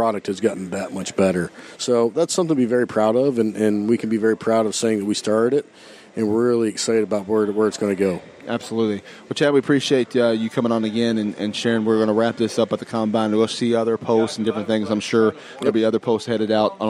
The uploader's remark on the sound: LIVE at the OVW Combine. LIVE at the First Annual OVW Combine.